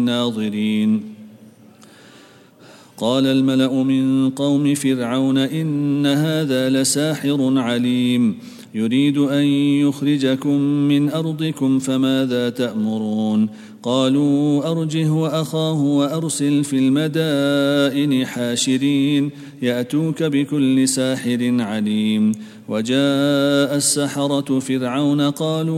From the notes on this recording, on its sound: at the Houghton Masjid (West Street)